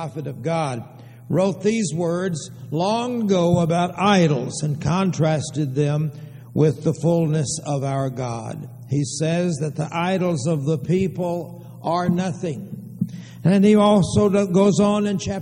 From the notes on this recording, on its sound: Downtown Church Of Christ Audio Sermon